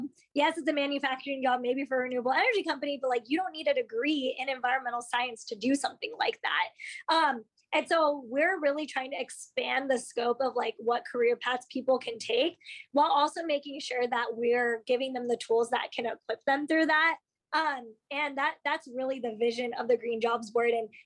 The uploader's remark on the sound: After a trailblazing day, she hopped online to record our conversation.